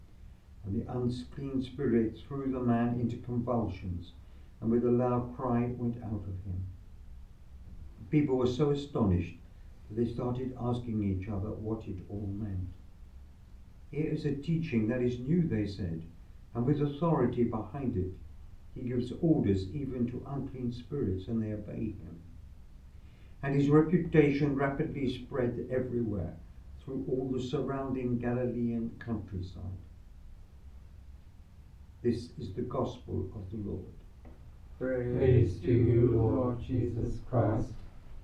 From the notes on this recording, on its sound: Recorded live at Southgate House on 9 January 2024.